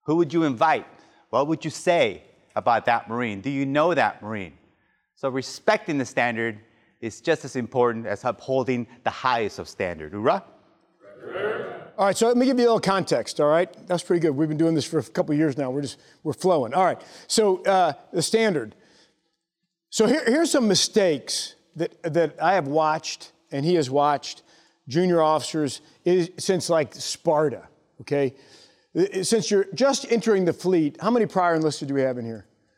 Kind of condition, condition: setting, live audience